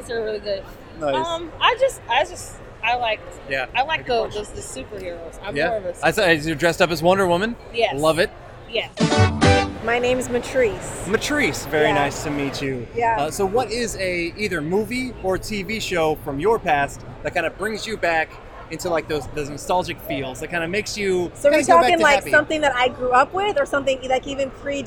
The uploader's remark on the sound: Recorded live at Long Beach Comic Con! Talked to folks around the con.